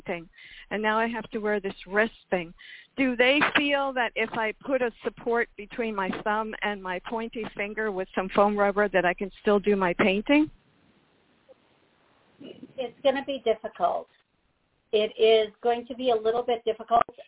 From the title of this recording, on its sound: Live Call